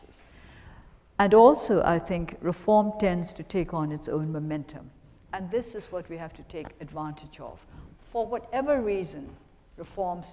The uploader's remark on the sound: The Chubb Lecture 2012